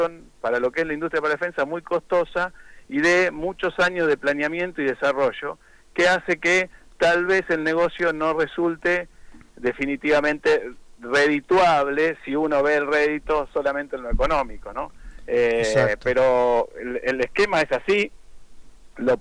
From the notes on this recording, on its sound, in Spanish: Entrevista telefónica